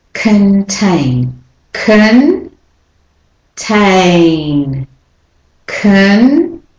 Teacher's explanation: So the o is the schwa because it's not saying con unless you're doing a South African accent. It's saying kun.